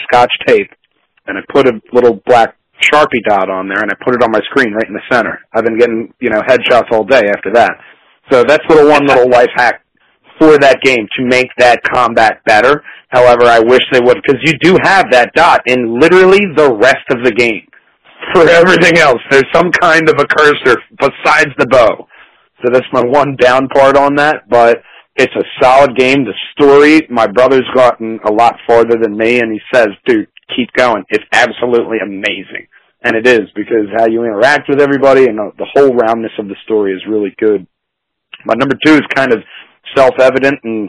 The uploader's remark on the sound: this time via phone